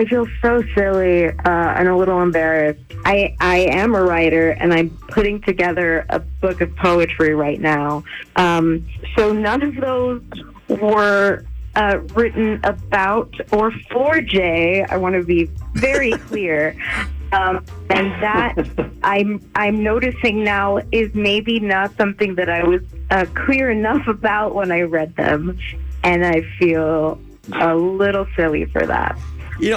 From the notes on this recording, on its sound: on the phone